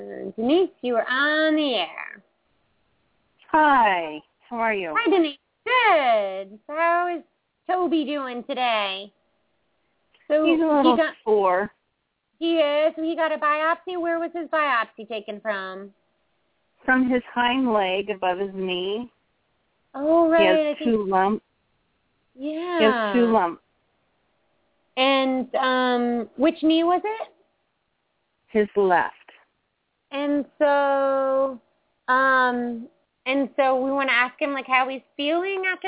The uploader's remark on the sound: open up the lines for listeners to call